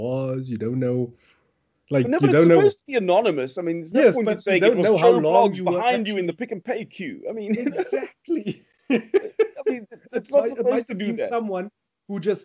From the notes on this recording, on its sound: Recorded via Skype